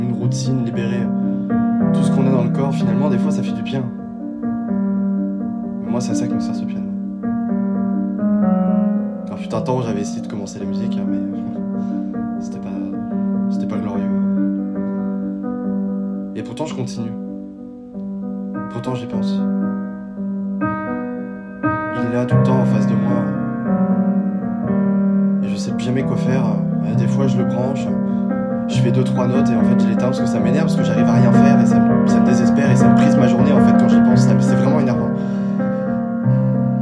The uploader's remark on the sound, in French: Dans mon téléphone est une série de notes vocales enregistrées en improvisation, juste avec le cœur sur le simple dictaphone de celui-ci.